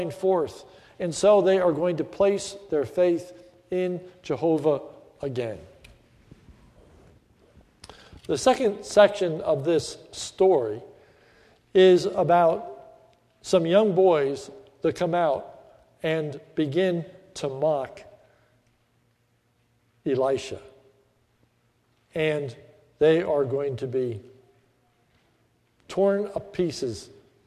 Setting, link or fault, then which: setting, large echoing room